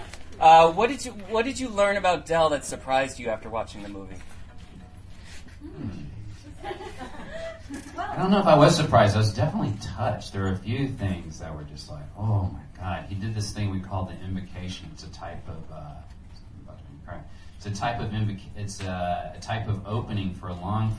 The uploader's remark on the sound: Live from DCM18: The Del Close Marathon